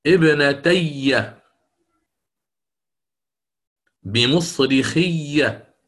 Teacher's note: فللثقل ولتتالي المتماثلات، وهي الياء هنا، أدغمت الياء الأولى في الثانية فصارت ابنتي بمصرخي.